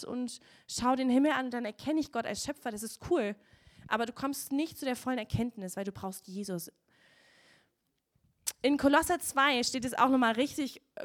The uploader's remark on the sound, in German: Gottesdienst Predigt